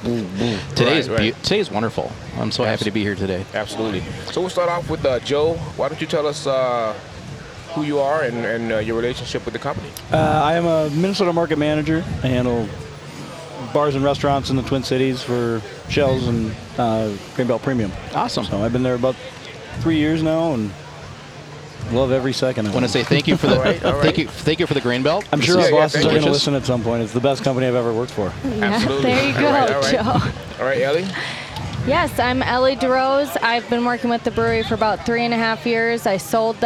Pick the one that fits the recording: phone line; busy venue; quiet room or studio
busy venue